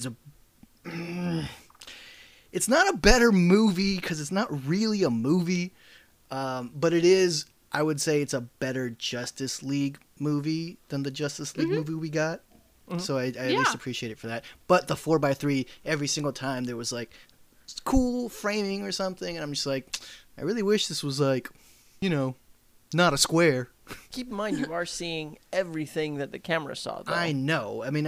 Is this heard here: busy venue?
no